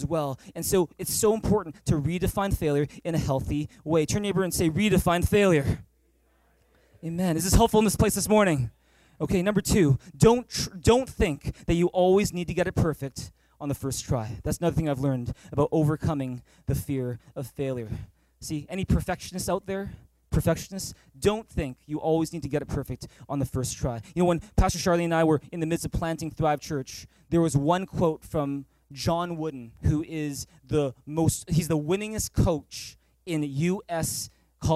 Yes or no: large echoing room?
yes